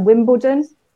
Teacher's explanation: in a word like Wimbledon, the L could start to become kind of a bit like a W sound